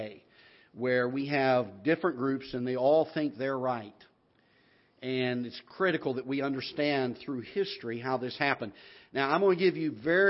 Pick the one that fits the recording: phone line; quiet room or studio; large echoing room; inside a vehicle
large echoing room